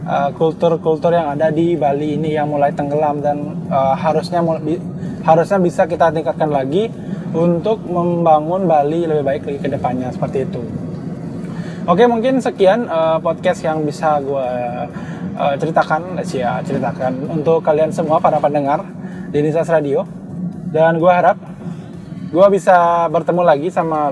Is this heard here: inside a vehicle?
yes